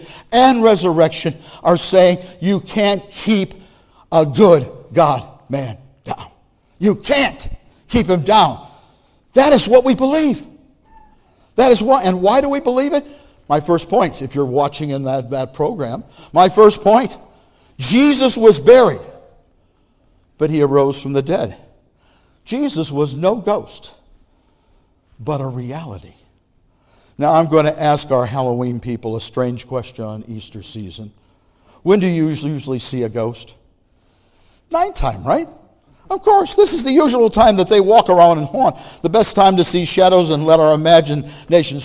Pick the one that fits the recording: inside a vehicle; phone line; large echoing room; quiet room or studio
large echoing room